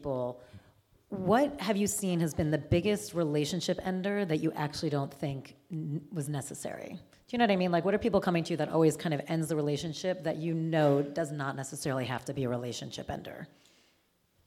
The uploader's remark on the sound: For our latest DENtalks LIVE: All the Feels Mastering Sex and Relationships Panel!